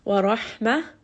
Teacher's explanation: Ra here is going to be heavy because it has a fatha. Ha is going to be from the middle of the throat.